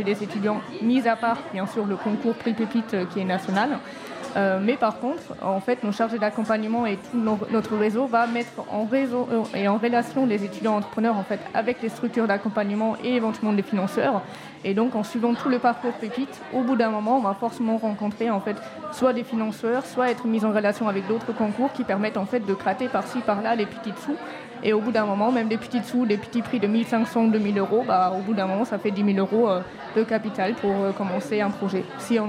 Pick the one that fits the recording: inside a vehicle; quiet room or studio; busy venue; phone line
busy venue